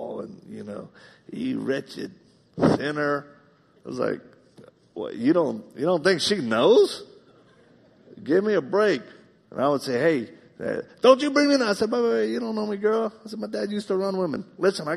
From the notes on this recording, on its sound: In this live message